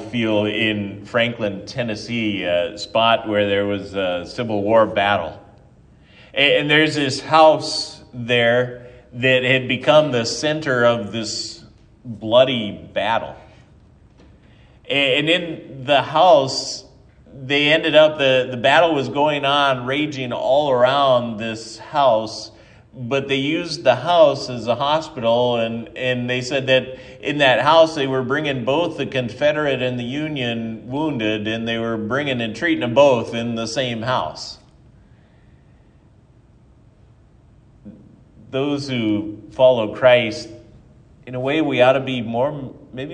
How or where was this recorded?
large echoing room